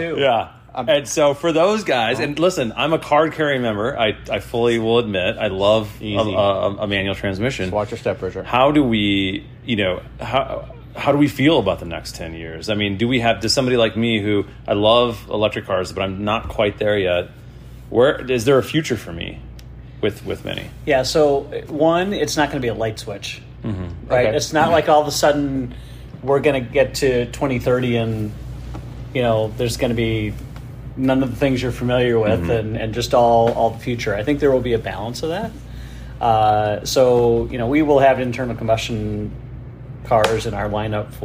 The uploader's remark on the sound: Live from BMW MINI Test Fest. We recorded some time in some very cool cars.